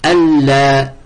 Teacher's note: on n'entend plus le nun